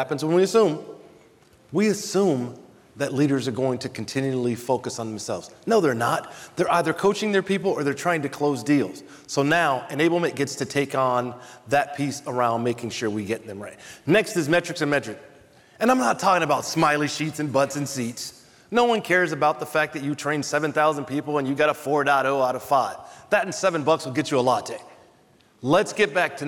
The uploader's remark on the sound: In the keynote session at the 2023 B2B Sales & Marketing Exchange this past August